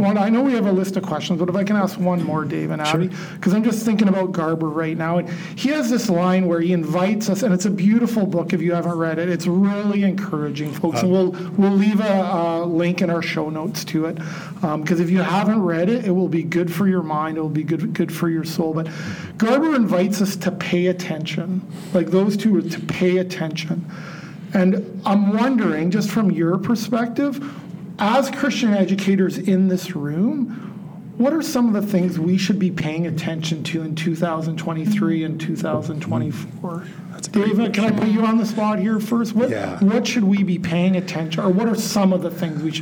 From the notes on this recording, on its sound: Recorded in front of a live audience at the Christian Educators’ Association Conference. We had the joy of recording a live episode at the Christian Educators’ Association Convention held in South Bend, Indiana in October 2023. It was great to connect with some fans of the show while we were there.